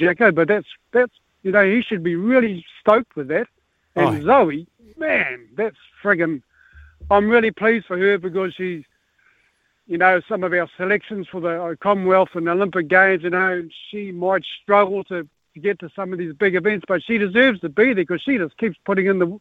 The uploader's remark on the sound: Listeners call